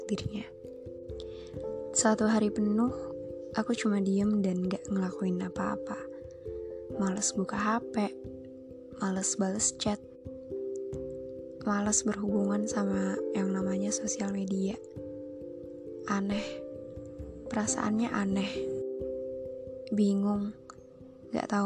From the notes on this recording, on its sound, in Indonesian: maaf agak berisikkk rumah lagi rame